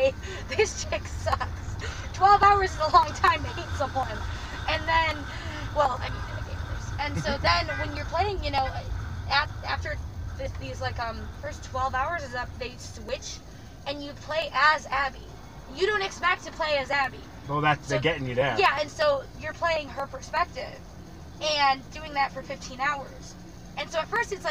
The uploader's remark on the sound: No Longer Apart is recorded in a Model S Tesla rideshare in NYC. No one expects the worlds only Tesla mobile podcast studio to show up as their Uber or Lyft. Each live audio recording is then paired with 4K driving footage from a camera mounted on the car.